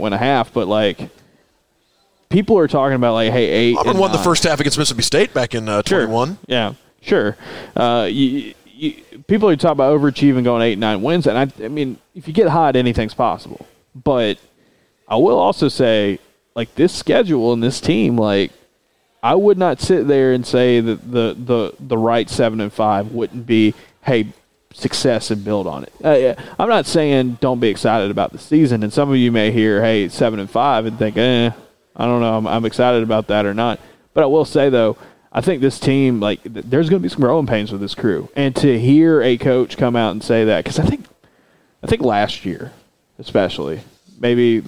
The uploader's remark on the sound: Record a podcast as the last people left on Radio Row at Media Days on Tuesday evening in Nashville. Before the SEC’s Internet connection kicks him out.